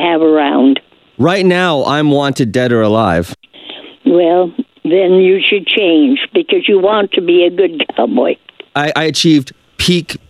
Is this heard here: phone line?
yes